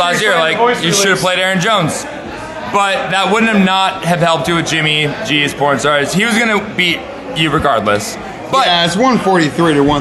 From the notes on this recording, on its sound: live from blue light in SF!